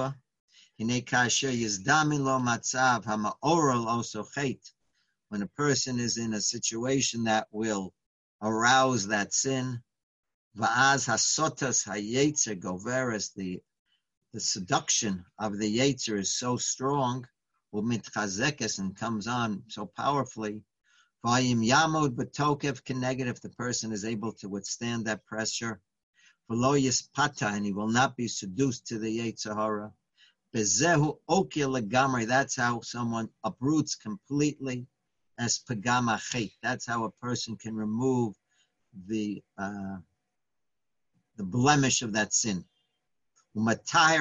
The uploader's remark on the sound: Live On Zoom: 7-12-2020.